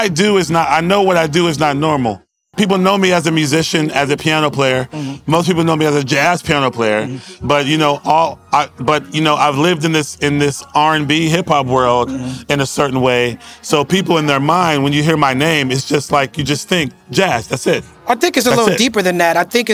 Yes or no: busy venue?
yes